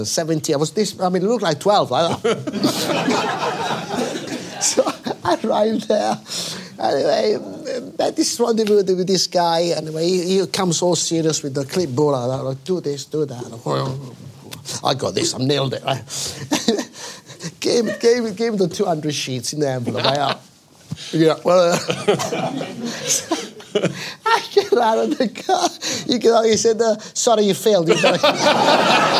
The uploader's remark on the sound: On board The Rive Gauche for a show recorded in front of a live audience.